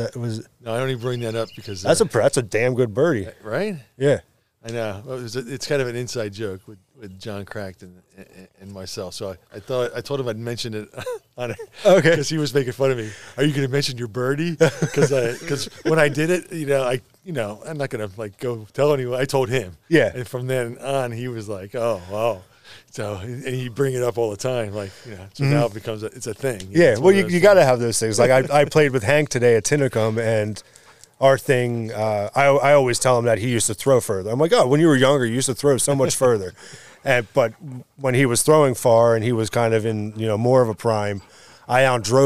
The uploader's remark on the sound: We sat outside while sipping beers. I enjoyed a wonderful early spring evening.